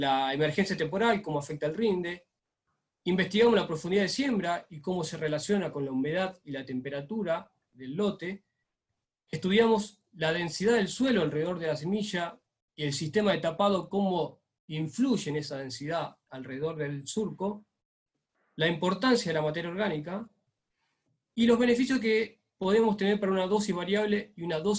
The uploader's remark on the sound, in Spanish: JORNADA REALIZADA VÍA ZOOM. JORNADA REALIZADA VÍA ZOOM.